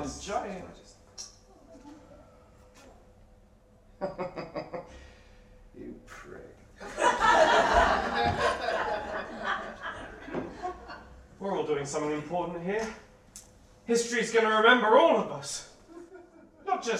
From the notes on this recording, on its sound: The third of three live recordings from our Tragic Heroes live event which took place at the Hackney Attic on the 21st February 2014.